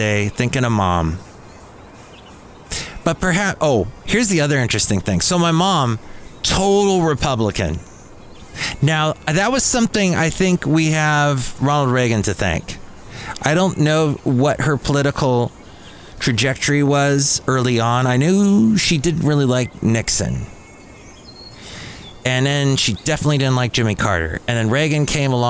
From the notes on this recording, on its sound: podcasts live from Café Anyway